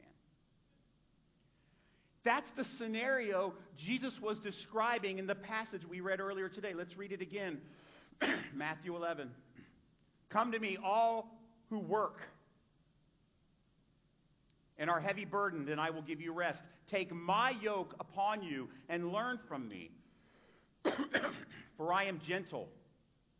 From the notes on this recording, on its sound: A sermon preached at Celebrate Recovery in Sarasota FL on 6-25-2023.